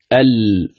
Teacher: حرف اللام من إحدى حافتي اللسان بعيد مخرج الضاد